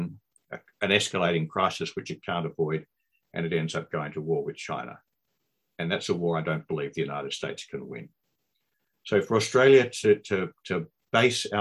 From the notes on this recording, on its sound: During this Webinar. Our distinguished panel share their views.